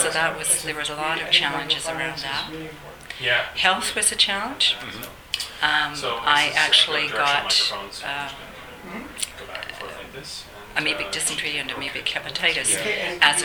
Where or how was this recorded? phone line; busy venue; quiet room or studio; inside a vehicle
busy venue